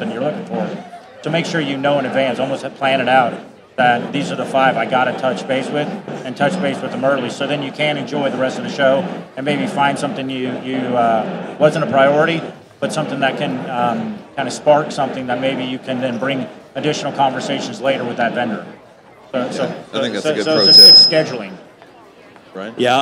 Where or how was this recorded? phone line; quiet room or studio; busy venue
busy venue